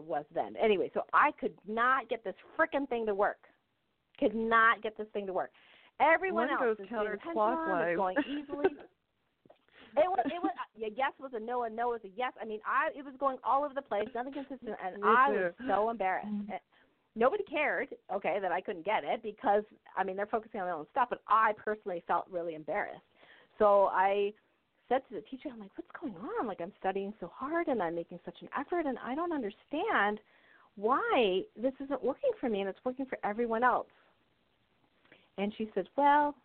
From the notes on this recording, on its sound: During this show I will be taking live callers and doing mini-readings.